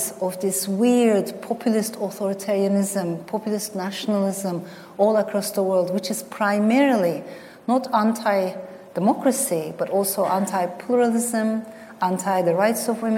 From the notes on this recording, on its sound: Recorded live at the Birmingham Literature Festival earlier this autumn. In front of a live audience at the Birmingham Rep.